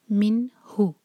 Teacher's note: نون پر ہے اظہار، نون کی آواز کو کلیئر پڑھا جائے گا.